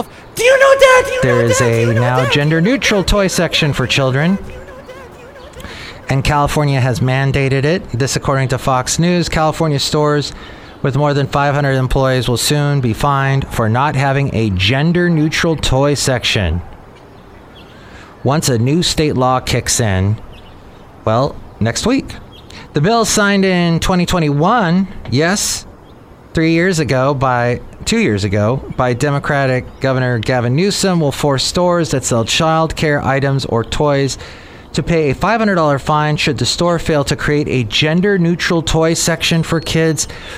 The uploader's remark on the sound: podcasts live from Café Anyway